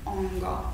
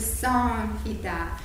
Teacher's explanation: ez az aniszvára M, ez tulajdonképpen úgy ejtendő, ahogy a rákövetkező hang képzéshelye. Egy olyan nazális, ezt akkor ideírhatjuk, hogy az aniszvára M egy olyan nazálisként ejtendő, mint amilyen képzéshelyű a rákövetkező másra a hangzó.